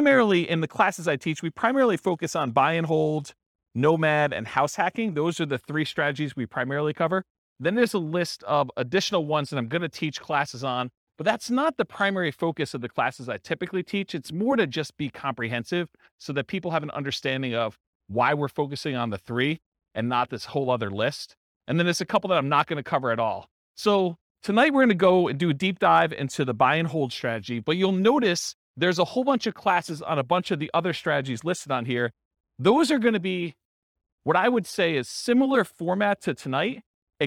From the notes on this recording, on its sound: This was a live class recorded